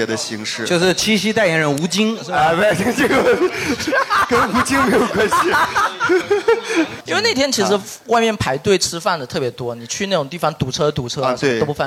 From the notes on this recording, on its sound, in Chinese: 举办七夕专题活动——《吐槽大会》。其中分别设置情侣们和单身者的游戏环节。更有主播随机抽取号码，单身观众现场模拟相亲环节。